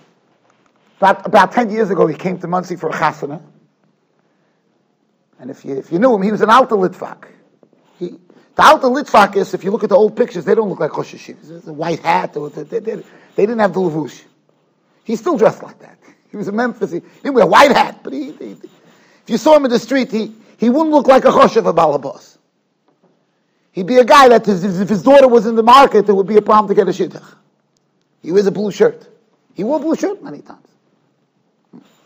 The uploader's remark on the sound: Shiur recorded in Yeshivas Ohr Reuven, Monsey NY.